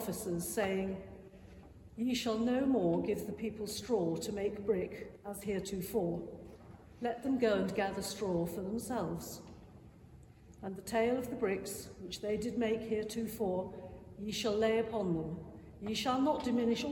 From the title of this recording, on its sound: Live Choral Evensong